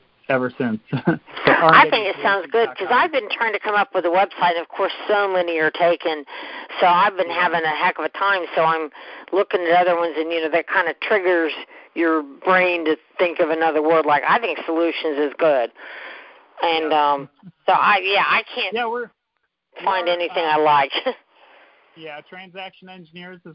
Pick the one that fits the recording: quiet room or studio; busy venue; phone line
phone line